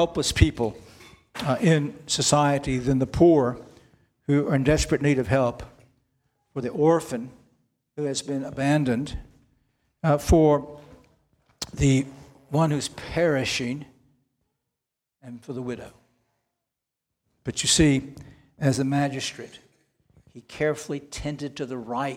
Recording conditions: large echoing room